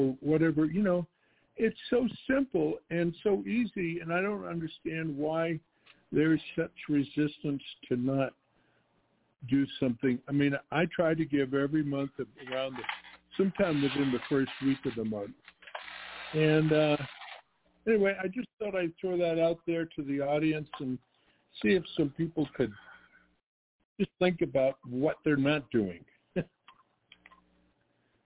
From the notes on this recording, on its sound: TNTSuperfantastic Conference Call